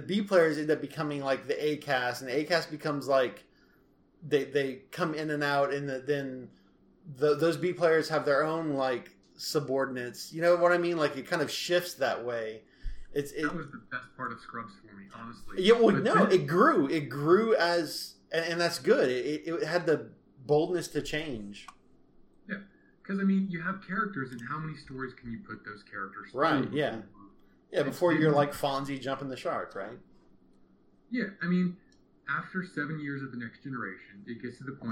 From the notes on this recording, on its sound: You’ll have to excuse the audio. Started this conversation over a friendly game of Stellaris and the topic of Tarantino’s Trek came up and we started recording…without headphones.